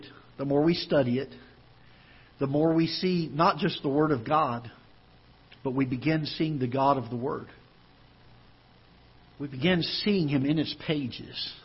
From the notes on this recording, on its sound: Ketha Heights Baptist Church ~ Live Broadcast.